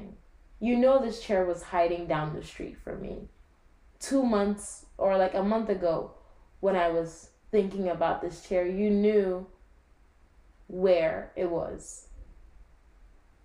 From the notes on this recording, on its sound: so sorry for the audio on this - i made a big mistake in recording this (aka i recorded from like laptop mic instead of my actual mic)